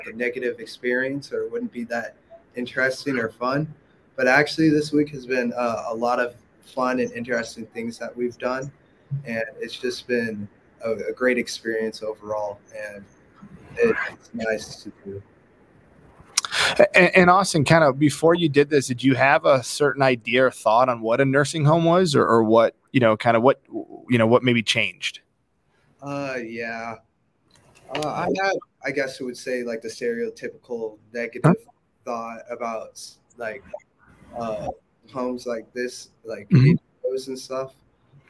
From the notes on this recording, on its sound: Broadcast LIVE from the last day of the event, interviewing older adults and young adults about their experiences.